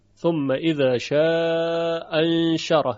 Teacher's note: و در ارتباط با دو همزه بیان شد که اگر دو همزه مفتوح باشند مانند ثم اذا شاء انشره، که در روایت قالون یکی از همزه ها ساقط میشه که بیشتر روی همزه اولی بحث هست که ساقط میشه، ثم اذا شاء انشره، یعنی با یک همزه تلفظ کرده.